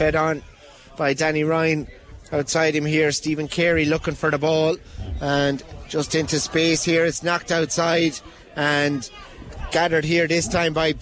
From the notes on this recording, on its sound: LIVE Commentary. Listen back to Tipp FM's coverage of the 2023 Tipperary intermediate football championship final replay.